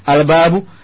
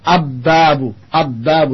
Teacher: Lamnya tidak masuk ke huruf selanjutnya · Shown in: first take · Nah, karena dia masuk ke dalam kategori al-huruf al-qamariyah.